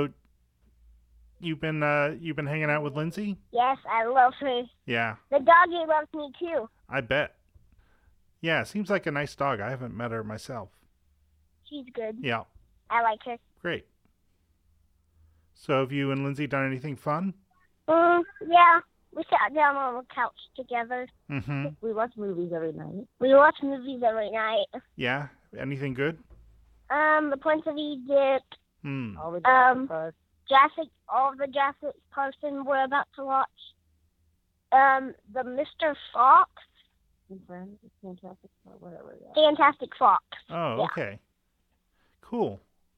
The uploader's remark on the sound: a couple of kids jump into the phone call